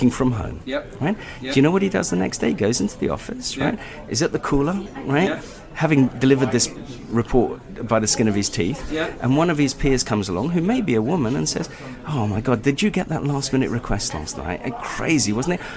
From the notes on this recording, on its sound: In this live interview at "The Arts Club" Dover Street